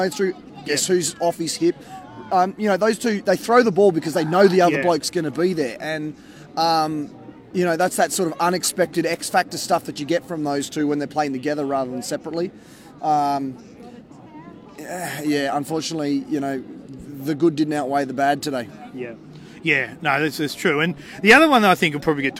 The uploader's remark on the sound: on location at Canberra Stadium, right after the game